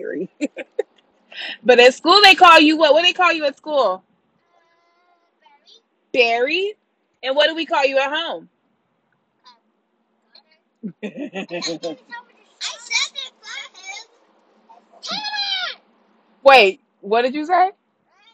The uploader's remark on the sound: this episode was recorded in the car on our way to drum lessons, which means it is staring some special little guests